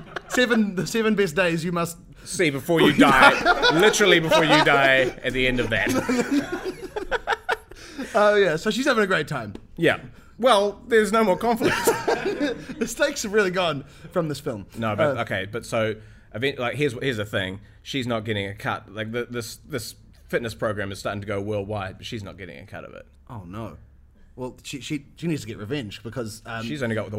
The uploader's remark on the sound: Our first live episode!